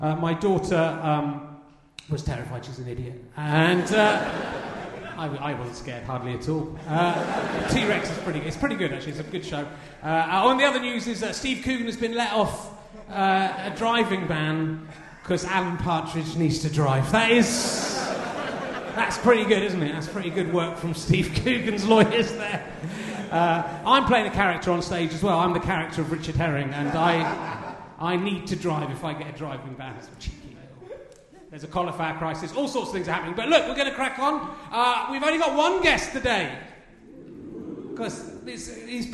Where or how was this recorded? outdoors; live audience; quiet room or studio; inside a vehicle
live audience